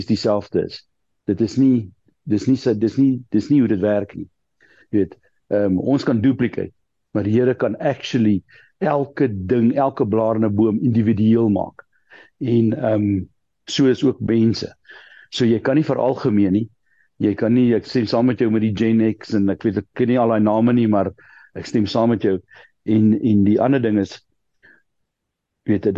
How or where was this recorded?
video call